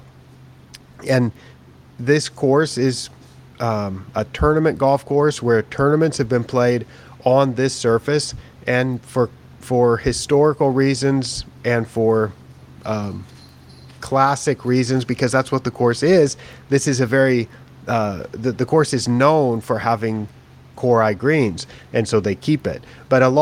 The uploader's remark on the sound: live from the KBC Augusta tournament in Japan